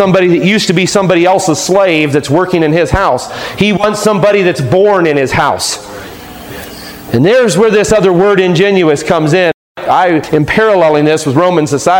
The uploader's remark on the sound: Taken from a sermon preached on July 5, 2015